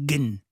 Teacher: en arabe égyptien, on ne dit pas djinn, on dit gen